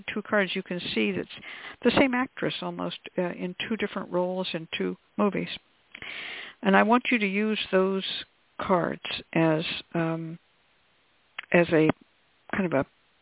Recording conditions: phone line